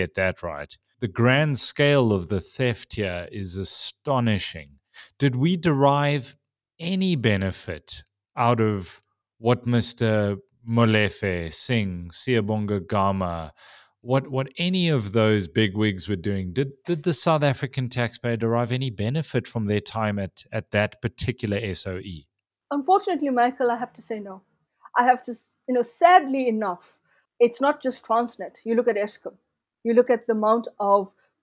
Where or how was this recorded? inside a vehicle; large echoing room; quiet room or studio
quiet room or studio